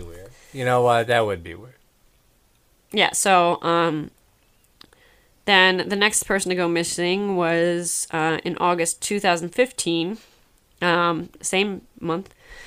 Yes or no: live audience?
no